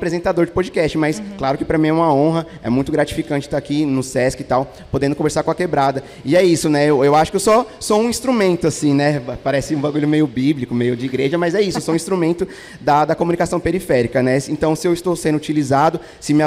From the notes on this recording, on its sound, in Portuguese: AO VIVO. Esse episódio do podcast foi gravado durante o Festival CultCom, que tem o apoio do Sesc Campo Limpo.